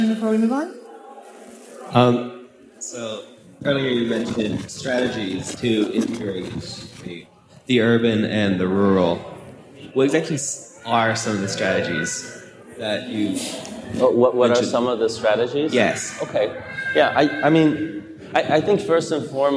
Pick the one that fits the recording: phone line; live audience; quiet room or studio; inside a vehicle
live audience